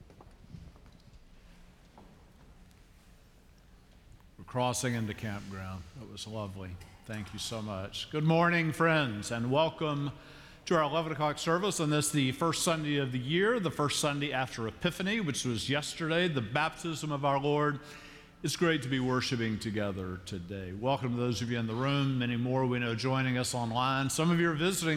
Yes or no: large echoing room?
yes